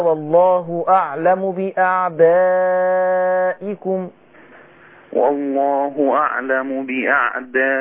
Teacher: ما تستعجلش على الغنة وعايزك تدي المادة حقه أربع حركات